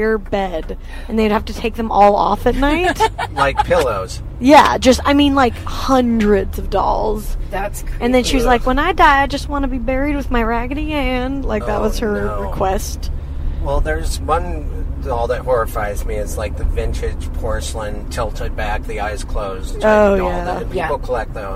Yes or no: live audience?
no